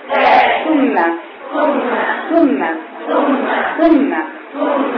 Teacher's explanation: طرف اللسان مع اطراف الثنايا العليا بضغط على اللسان فضغط طرف اللسان على ايه طرف الثنايا العليا بضغط عليه على السنتين دول ايه ثم ثم ثم.